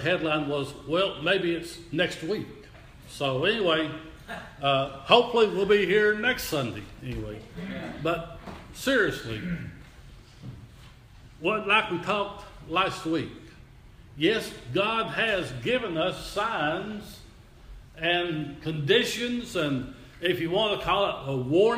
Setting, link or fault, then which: setting, large echoing room